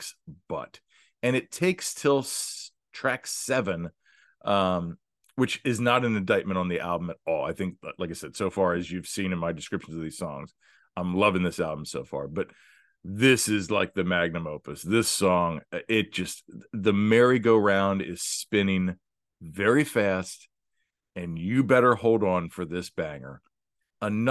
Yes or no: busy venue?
no